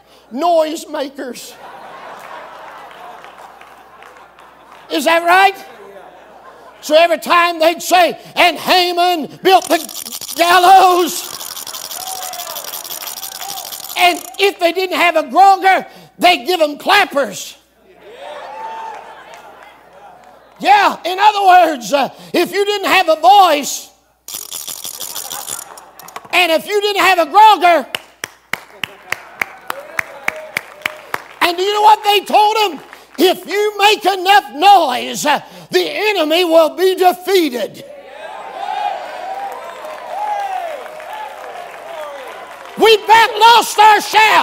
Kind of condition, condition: setting, live audience